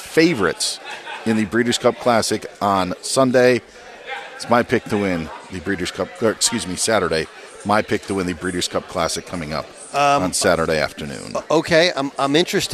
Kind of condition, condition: setting, busy venue